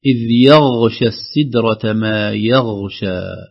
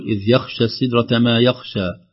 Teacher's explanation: لو لم نعطي الغين رخاوتها وجهرها ربما تخرج كأنها خاء، لأنها مخرج واحد · Shown in: first take · نقول إذ يخشى السدرة ما يخشى، تخرج معها صوت الخاء لأنه من مخرج واحد.